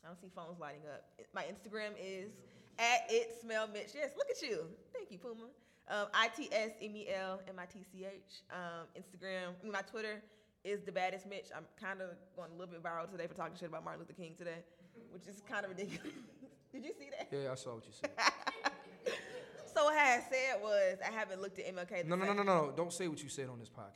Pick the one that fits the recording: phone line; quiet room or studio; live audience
live audience